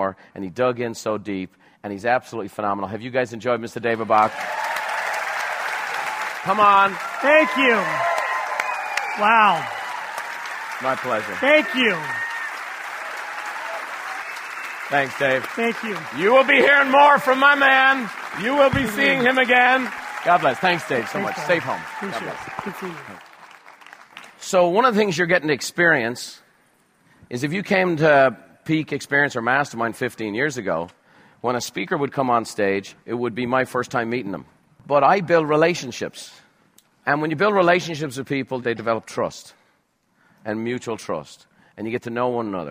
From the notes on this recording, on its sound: Recorded live at Buffini & Company’s “The Peak Experience,”.